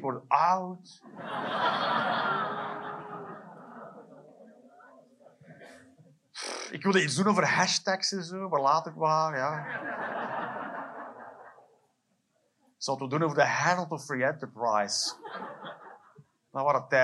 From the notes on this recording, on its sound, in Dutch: Live 30 September 2023, Cc De Werft, Geel.